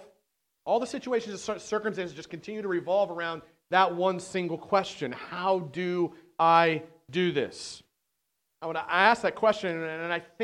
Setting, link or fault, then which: setting, large echoing room